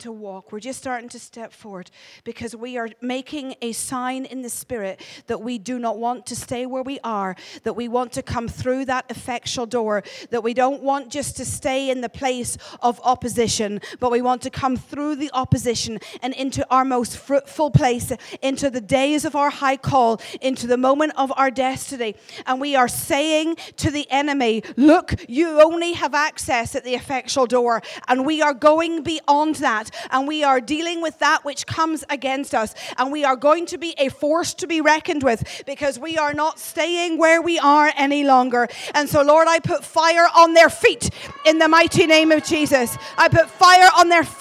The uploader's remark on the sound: Glasgow Prophetic Centre hosted by AsOne at Heaton Baptist Church.